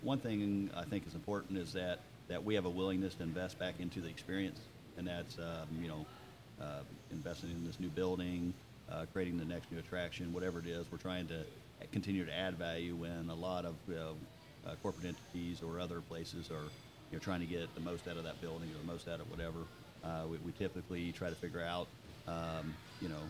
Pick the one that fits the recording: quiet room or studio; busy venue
busy venue